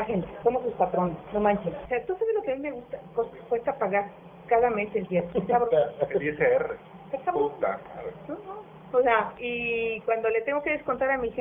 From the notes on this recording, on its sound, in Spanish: Grabado en 2010 (Low-fi). Grabado en Low-Fi.